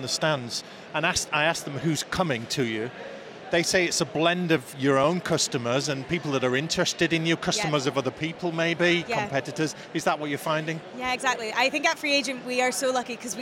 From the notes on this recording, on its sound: Event Special - Accountex 2023 Live Interviews.